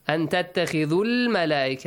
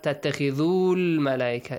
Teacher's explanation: Skip that Hamza tul wasl plus skip the mad. · Shown in: first take